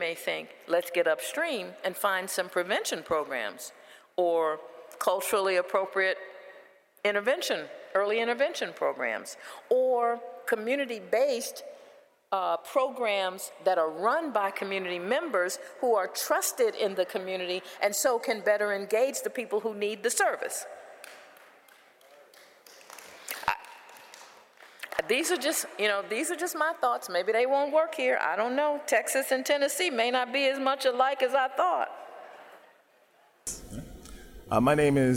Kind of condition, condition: setting, live audience